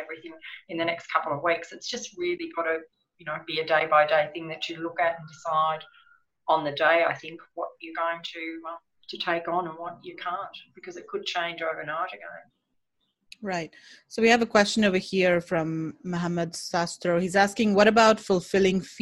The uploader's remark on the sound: This is a replay of a live virtual meetup held on 19 March 2020 with almost 80 Amazon sellers, and e-commerce experts.